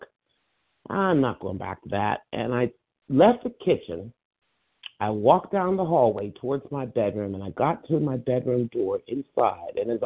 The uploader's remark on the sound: from the 100 Pounders Phone Meeting